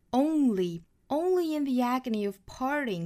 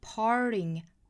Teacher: 因为有这个 r 的因素在里头呢整个的元音的口腔变化是往后走了 · Term: 卷舌